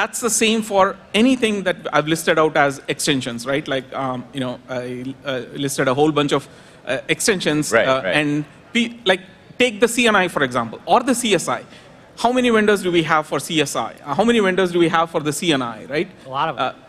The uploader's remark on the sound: This interview was recorded at VMware Explore 2022.